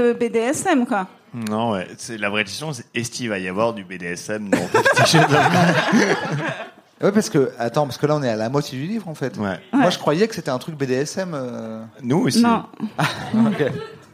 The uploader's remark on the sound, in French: en public au Charlie et sa bière à deux balles